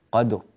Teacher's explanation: القدر قد ولا تميل القلقلة لفتح ولا ضم ولا كسر، قدر، ثم نأتي بالراء بزمنها البيني ونوضحها ولا نجعلها مبتورة